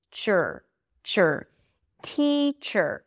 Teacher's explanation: So I'm moving from the ch sound to the R immediately